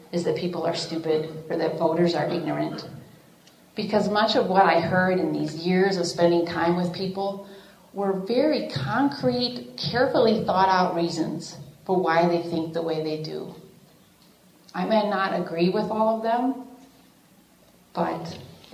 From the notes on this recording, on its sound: Keynote speaker at the League of Women Voters of Dane County's Annual Meeting on May 18, 2016, at the Capitol Lakes Retirement Center in Madison.